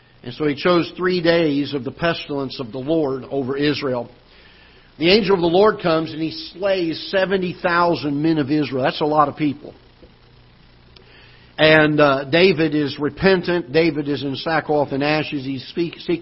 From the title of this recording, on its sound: Ketha Heights Baptist Church ~ Live Broadcast